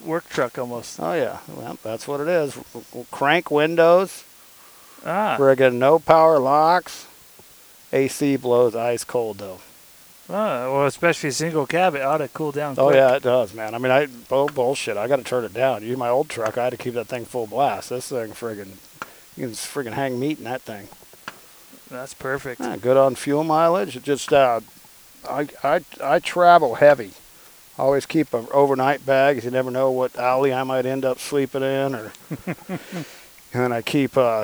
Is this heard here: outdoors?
yes